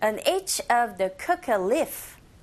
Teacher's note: 이 of 더 둘 다 기능어이기 때문에 빠르고 약하게. 그래서 on each of the 약하게 coca leaf 이렇게 하시면 돼요.